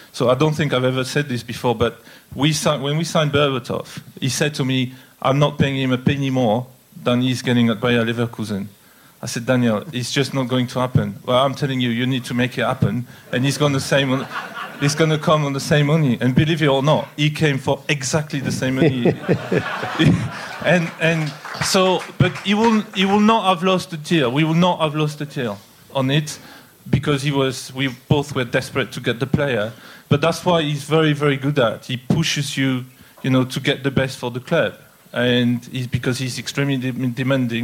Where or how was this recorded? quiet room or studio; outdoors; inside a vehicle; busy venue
busy venue